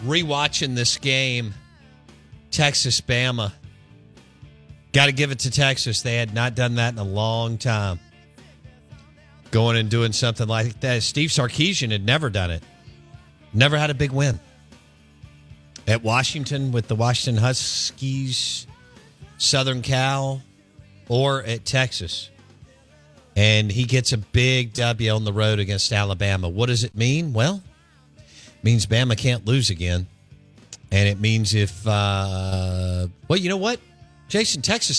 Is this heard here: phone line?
yes